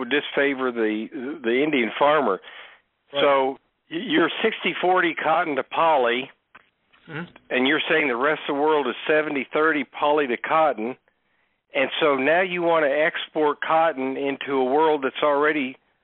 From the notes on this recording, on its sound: Ag Market Network's Monthly Conference Call